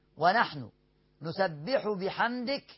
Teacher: نسبح السين مرققة، الباء مرققة، الحاء مرققة، الميم ساكنة وأيضا مرققة، والميم والدال بعدها يبقى إظهار شفوي، والكاف مهموسة.